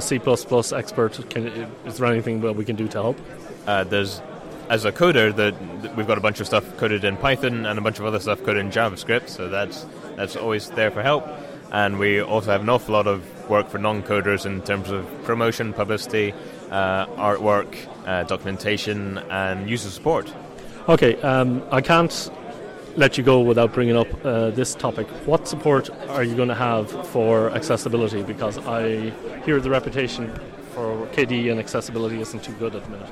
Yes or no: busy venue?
yes